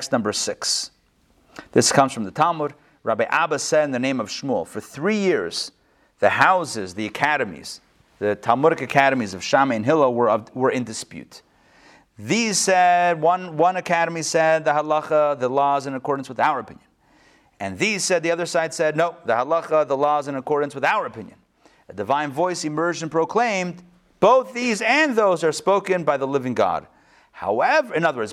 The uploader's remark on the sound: Recorded live at the Intown Jewish Academy